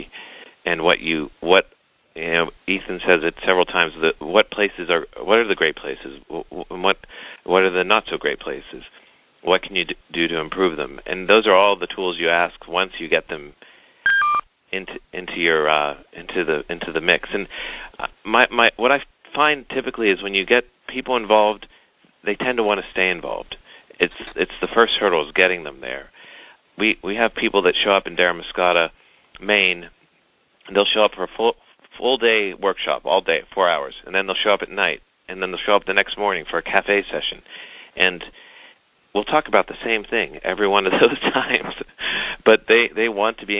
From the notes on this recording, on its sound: Call recorded on February 10, 2011.